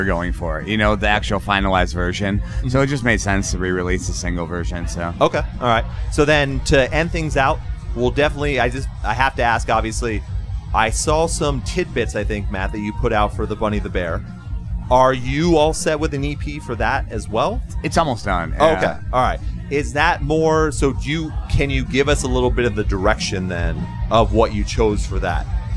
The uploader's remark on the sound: Join the show in person at Come And Take It Live in Austin.